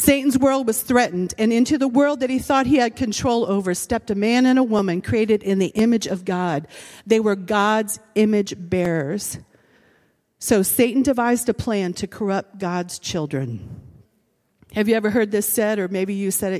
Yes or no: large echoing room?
yes